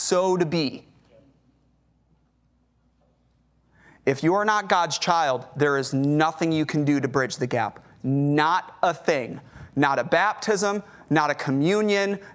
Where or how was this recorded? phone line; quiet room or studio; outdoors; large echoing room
large echoing room